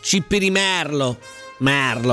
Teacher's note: La parola si pronuncia con la E aperta